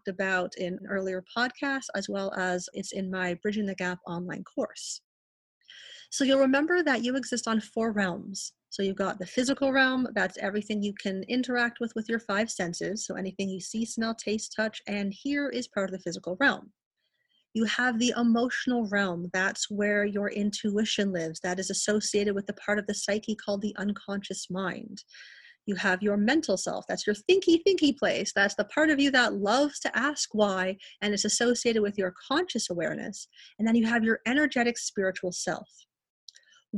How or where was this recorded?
video call